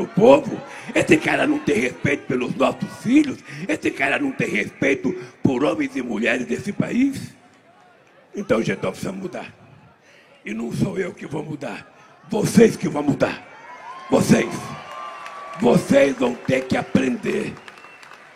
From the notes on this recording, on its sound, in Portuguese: Participou em Aracaju de ato público no Centro de Convenções de Sergipe.